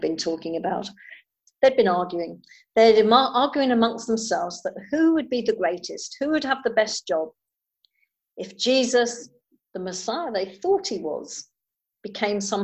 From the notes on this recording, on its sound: Recording of the zoom service on 29th March 2020